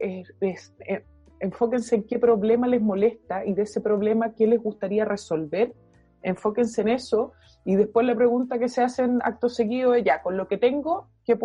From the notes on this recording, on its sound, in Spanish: En tiempos de cuarentena, las grabaciones virtuales nos una oportunidad única para sentarnos a conversar con más invitados del ecosistema local y nacional.